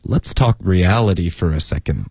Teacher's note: 然后后面 for a 我们会弱读 for 发成 fur。然后就连读到 for a second 的这个的会省略 second for a second let's talk reality for